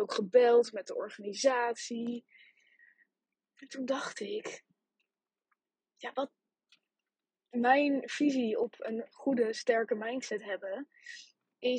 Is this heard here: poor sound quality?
yes